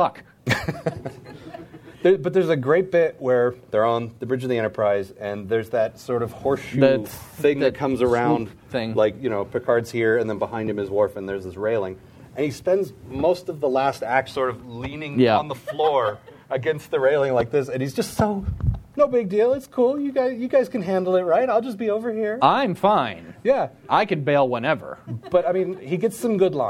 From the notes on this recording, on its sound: Recorded live at the Emerald City Comicon.